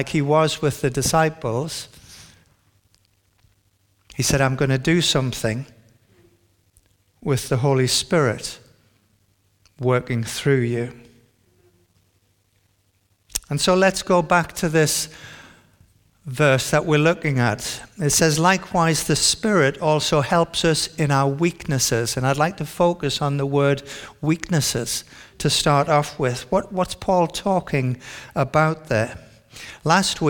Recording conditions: large echoing room